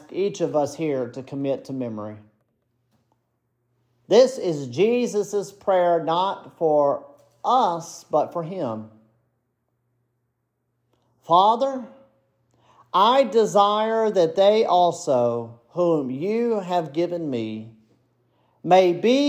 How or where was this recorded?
large echoing room